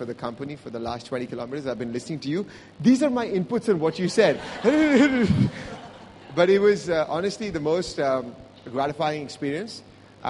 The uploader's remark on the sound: hosted them on stage